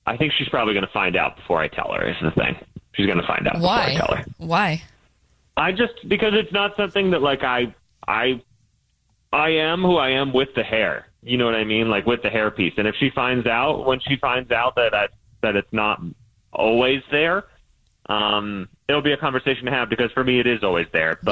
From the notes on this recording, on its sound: The man on the phone